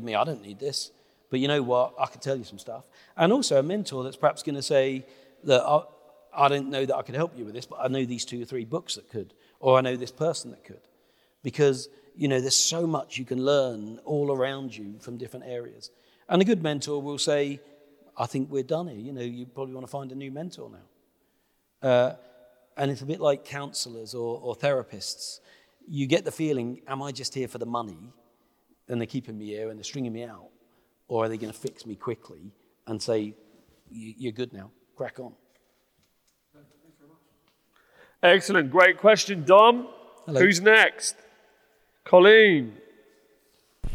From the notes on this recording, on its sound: we held a private, invitation only, live viewing of the podcast episode